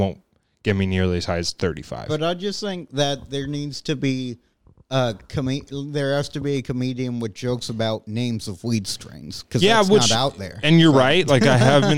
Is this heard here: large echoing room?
no